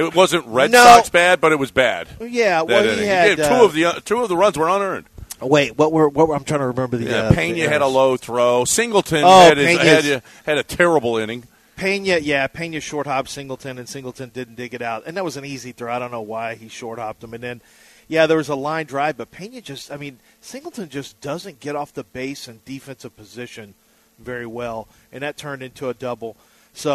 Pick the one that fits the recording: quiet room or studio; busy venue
busy venue